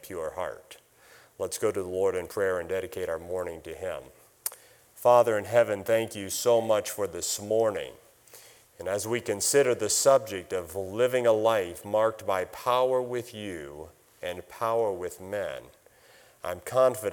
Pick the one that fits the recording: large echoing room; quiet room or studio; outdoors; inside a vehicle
large echoing room